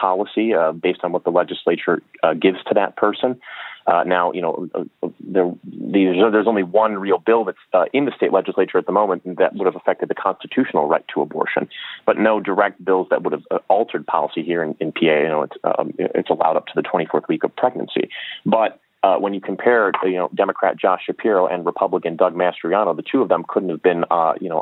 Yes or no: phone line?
yes